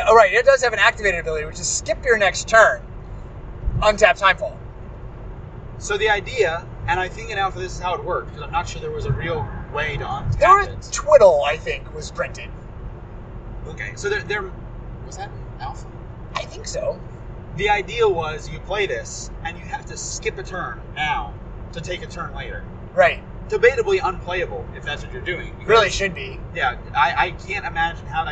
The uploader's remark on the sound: Grand Prix Louisville Road Trip Part I. (Seriously, we recorded this episode on the highway, and we apologize for the road noise.)